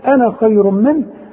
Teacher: يبقى تخلي على النون فتحة فقط بدون مد، وكل انا ما تلاقيها في القرآن نفس الحكم.